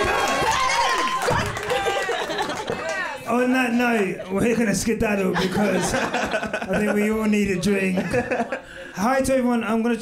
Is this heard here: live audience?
yes